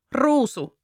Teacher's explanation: You roll it quite strongly in Finnish.